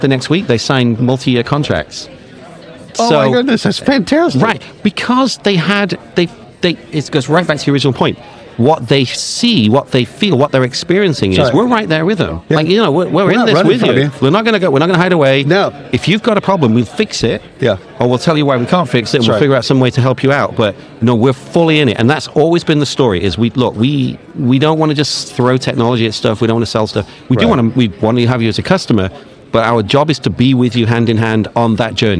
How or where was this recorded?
busy venue